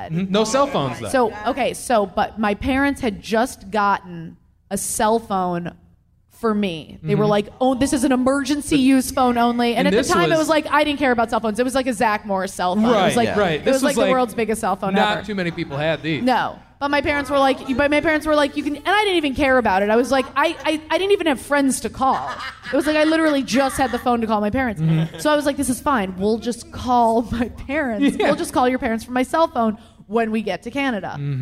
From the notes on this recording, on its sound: Recorded at the Park Bar in Detroit, Michigan. LIVE episode.